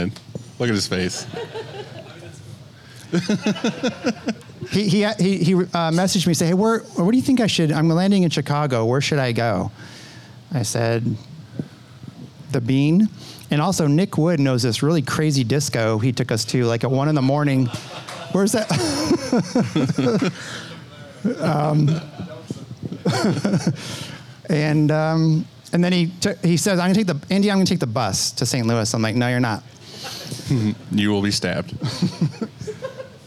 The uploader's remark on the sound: Here’s a recording of our Q&A section of the Summer Camp.